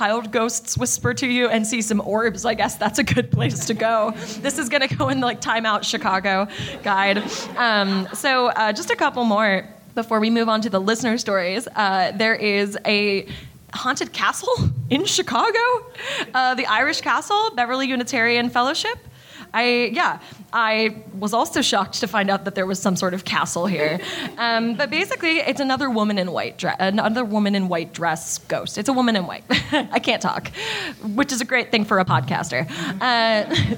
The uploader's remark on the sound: LIVE in CHICAGO!!! Since we're both on opposite coasts, your Cryptid Keeper hosts decided to meet in the middle and do a live show in Chicago!!! Pardon our various plosives and various other mishaps that come with live show audio.